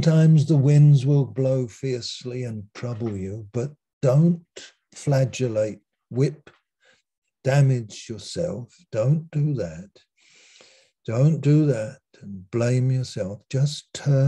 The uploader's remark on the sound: Malaysia Meets (Zoom)